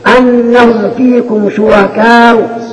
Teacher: ناخذ الضرب الثلاثة بالسكون مع الإشمام، أنهم فيكم شركاء، ونضم الشفتين